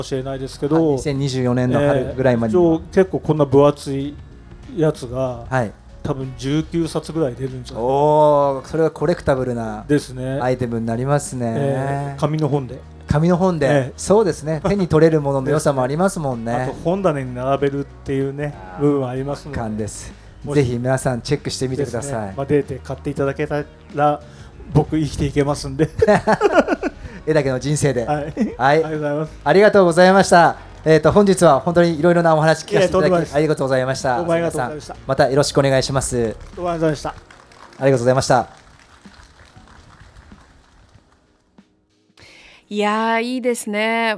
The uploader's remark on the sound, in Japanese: Porsche Festivalでのインタビューの様子をお届けします。インタビュアーはPorsche FestivalでMCを務められた。